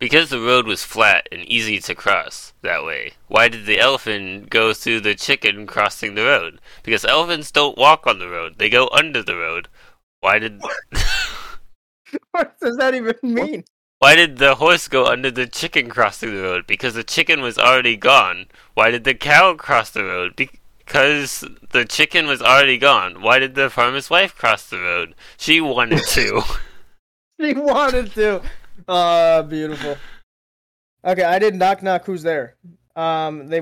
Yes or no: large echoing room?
no